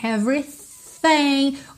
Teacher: O TH aqui não tem vocalização. Só arzinho.